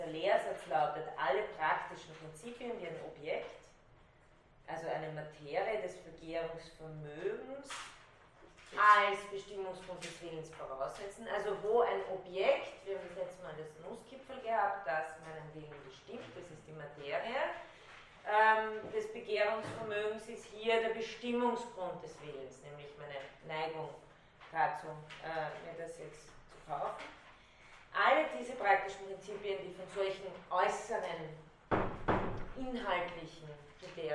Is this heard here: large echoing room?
yes